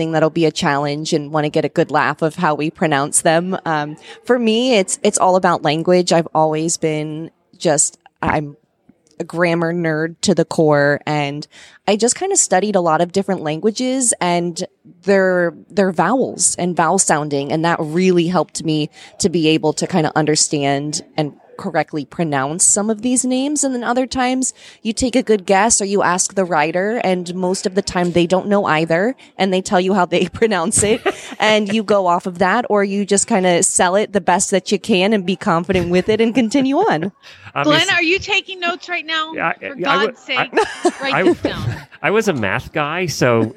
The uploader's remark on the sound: Live from AHP in Dallas. Live at the American Horse Publications with a bunch of fascinating guests from the equestrian media.